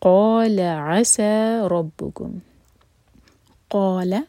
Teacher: قاف ہیوی، منہ بھر کر پڑھیں گے اور دو حرکہ لمبا، اور لا جو ہے یہ ایک حرکہ رکھنا ہے، اگر اس کو لمبا کیا تو میننگ بدل جائے گا.